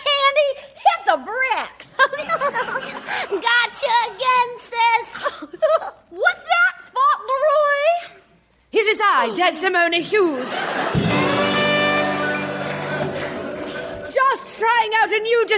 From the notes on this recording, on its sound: Recorded Live 1/10/2014 at Largo, Los Angeles.